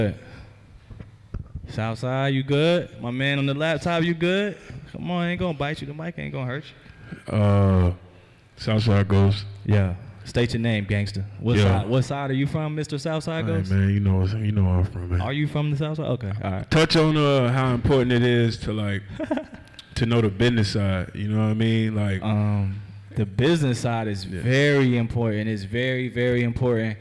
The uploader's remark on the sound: Live at BeSocial in front of an audience.